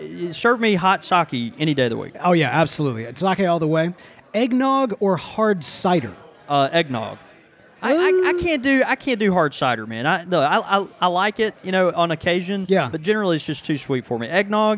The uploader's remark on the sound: Tobacco Talk: Texas Tea (Live From Texas). Broadcast LIVE from the Texas Pipe Show!